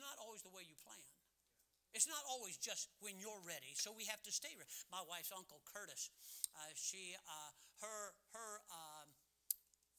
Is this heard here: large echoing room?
yes